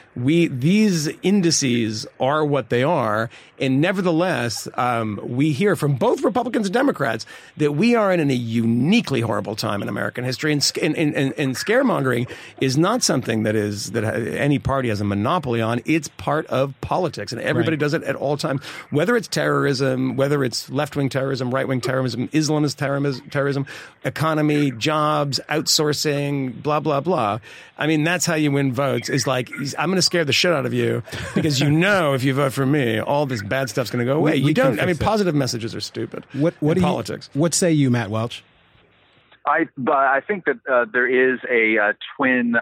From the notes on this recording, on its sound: Phones in from the convention floor in Philadelphia.